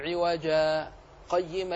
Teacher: أتى بأحكام الوقف وهو إبدال التنوين ألفا